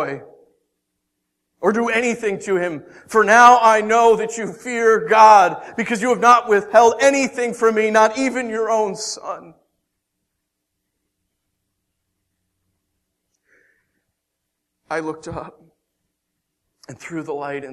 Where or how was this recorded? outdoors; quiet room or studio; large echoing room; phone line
large echoing room